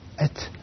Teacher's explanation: تريد أن تهمسها ولكن لا تصل إلى مرتبة القلقلة · Term: الهمس